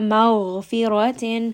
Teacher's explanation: So غَيْن here is going to be heavy. And then also it has sukun, so we're just going to rest on the غَيْن. رَ here is going to be heavy.